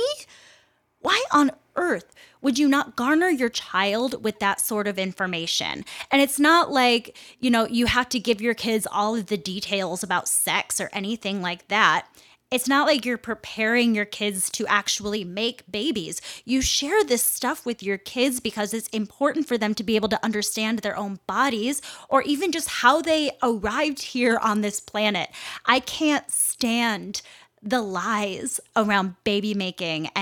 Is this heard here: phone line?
no